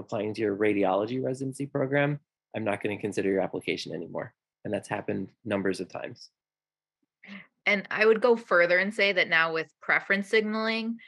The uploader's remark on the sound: This episode of the DIGA podcast is a recording of the combined DIGA and Association of Professors of Dermatology Webinar held on August 25 of 2022